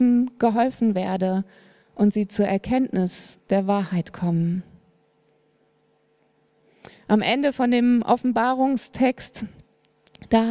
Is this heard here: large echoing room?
yes